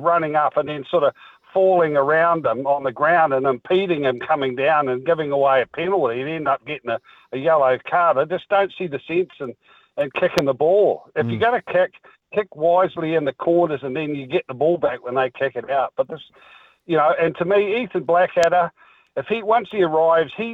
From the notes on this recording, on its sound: goes to the phones to talk to you